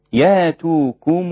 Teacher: وإذا وقف ياتوكم هكذا بتسهيل الألف